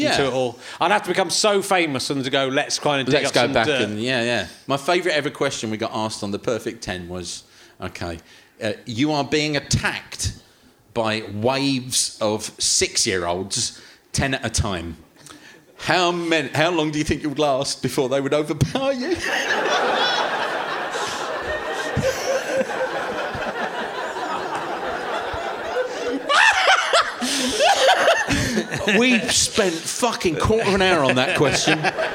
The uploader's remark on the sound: Leicester Square Theatre Podcast